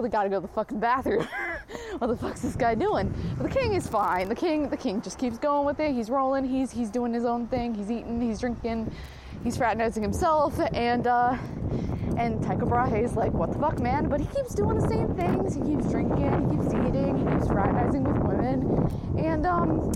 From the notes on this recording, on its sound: No edits, no regrets. Recorded while on a walk.